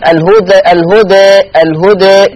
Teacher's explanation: يبقى الهدى ما تقرأ وقفا ووسطا فيها التقليل